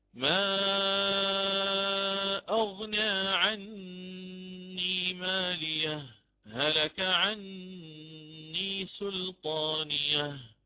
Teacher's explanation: أحقق السكتة في الهاء أو سكون الهاء، أقف زمنا يسيرا